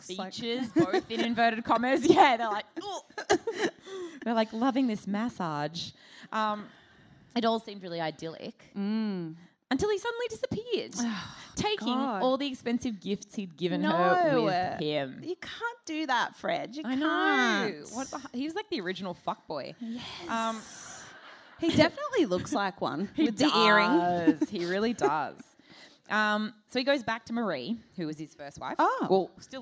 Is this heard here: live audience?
yes